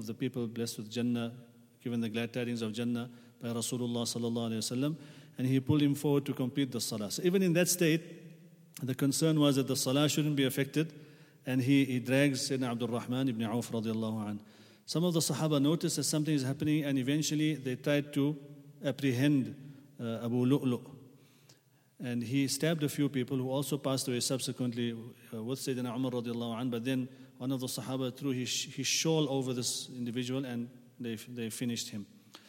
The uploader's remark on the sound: at the Houghton Masjid (West Street)